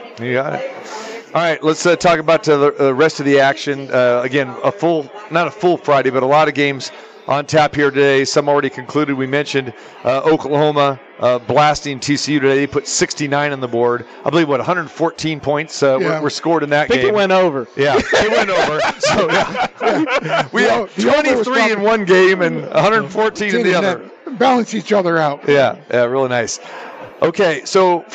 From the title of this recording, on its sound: Live from the Super Book at Westgate Las Vegas